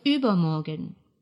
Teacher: В наречии übermorgen, послезавтра, ударение падает на первый слог.